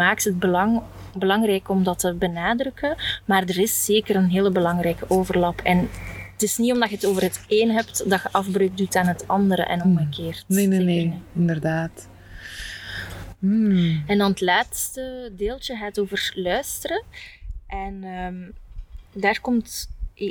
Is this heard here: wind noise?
yes